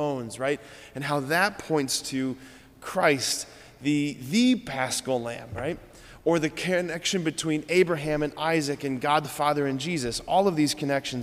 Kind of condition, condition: setting, large echoing room